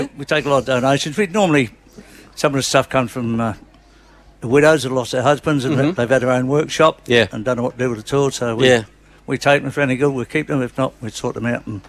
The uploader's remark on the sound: A special outside broadcast live from the 2024 Nagambie On Water Festival with thanks to Go Nagambie from Lake Nagambie.